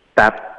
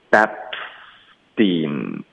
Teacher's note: Bap 结尾的 p 呢，我们就导致一个嘴唇合上的动作，停顿 Bap，连发到 s 就会爆破 Bapstein，然后连发到 dinBapstein， Bapstein 结尾的 n 要顶舌尖。Bapstein King， King 这个词我就给省了。哎，我觉得太长了，我们就说 BabsteinComet，OK，那 Comet 的特我们就省略 BabsteinComet，那整个句子就是 I